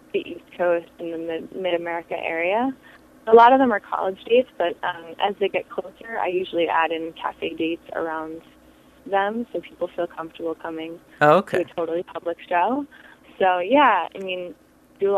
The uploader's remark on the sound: Joins me via telephone from New York for an interview.